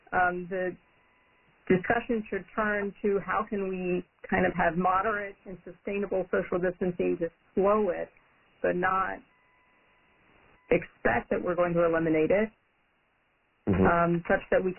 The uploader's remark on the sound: Coronavirus (COVID-19) Press Conference. This call was recorded at 11:30 am Eastern Time on Thursday, March 26.